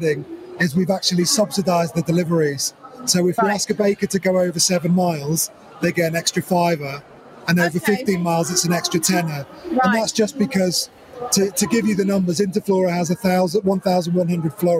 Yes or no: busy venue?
yes